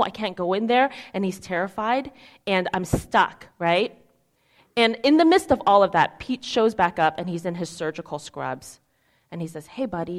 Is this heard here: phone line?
no